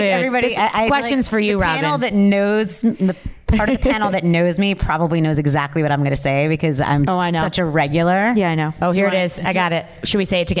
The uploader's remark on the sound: An "after hours" LIVE panel of executives from the Spirits and CBD industry for the monthly speaker series "HOW IT WORKS". LIVE PODCAST (recorded 2.26.20) at the magical #metroburb, Bell Works of Holdmel, NJ.